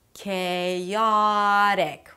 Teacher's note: Chaotic with a flap T. · IPA: keɪɑːɾɪk